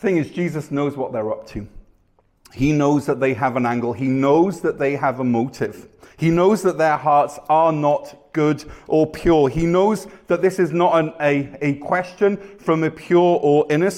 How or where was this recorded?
large echoing room